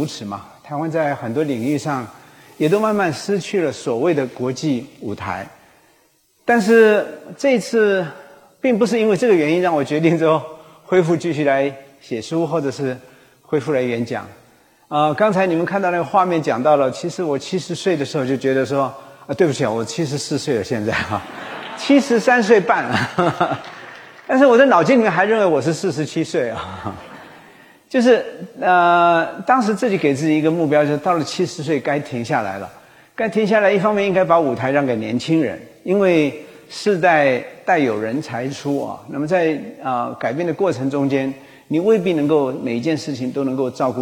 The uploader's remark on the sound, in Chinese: 高雄新書演講會現場錄音